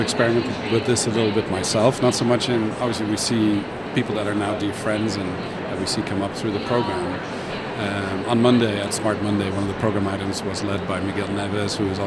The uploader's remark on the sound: Live from #IMEXAmerica.